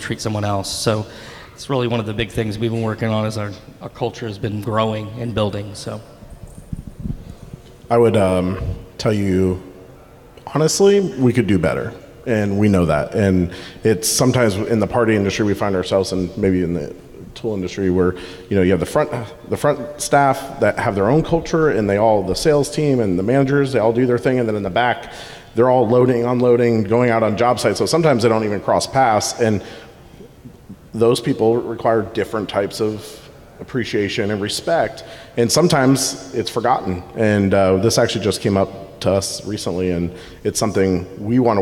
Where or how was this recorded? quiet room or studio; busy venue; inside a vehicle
busy venue